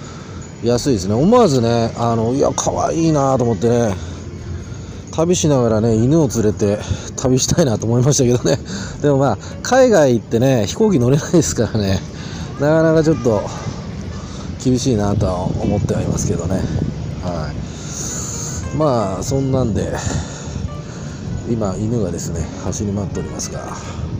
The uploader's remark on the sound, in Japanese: 台湾高雄の川のほとりでボーッと録音してみた。夜に録音してみた。